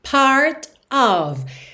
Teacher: o T de part ficou rarara para já juntar na vogal, part of, preposição OF sempre vai ter som de OV, certo?